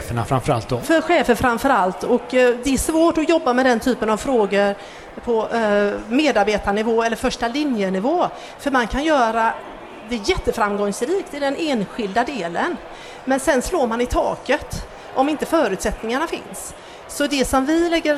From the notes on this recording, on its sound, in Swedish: Detta avsnitt är det andra, av tre, som spelats in live på Kvalitetsmässan i Göteborg.